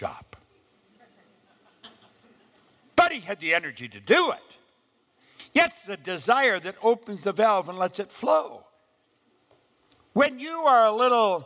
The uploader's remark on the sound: live event at The Art of Goal Creation